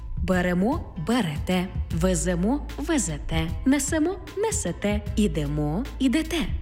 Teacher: У дієсловах на емо, імо, ете, іте наголошуємо останній склад.